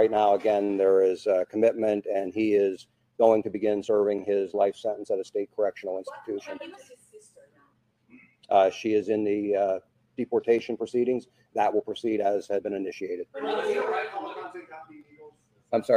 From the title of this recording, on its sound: Live Press Conference